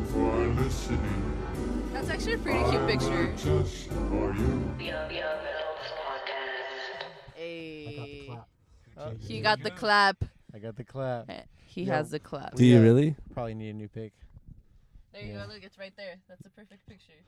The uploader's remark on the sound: This pod is just 3 Latin X's just vibin' in a latesla (latino + tesla).